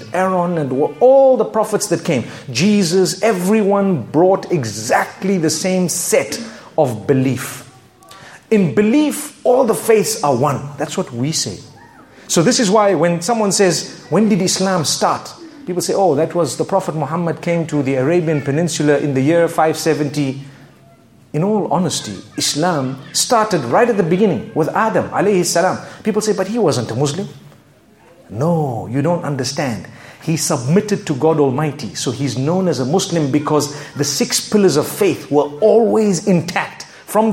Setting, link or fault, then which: setting, live audience